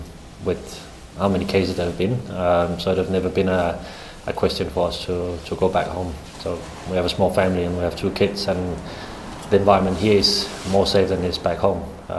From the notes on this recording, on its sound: Press Conference. Spoke to the media at Coopers Stadium today.